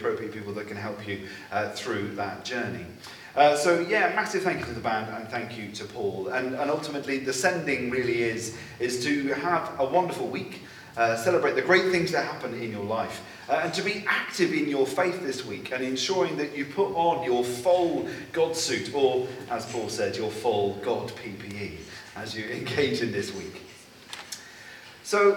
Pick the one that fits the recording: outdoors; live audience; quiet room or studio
live audience